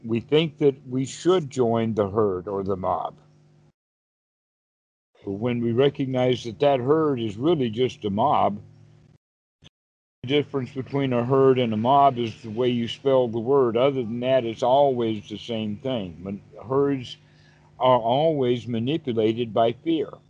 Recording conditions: video call